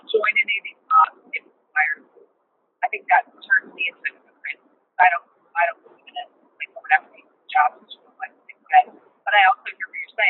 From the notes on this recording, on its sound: Sorry for the horrible audio. Call in from the car.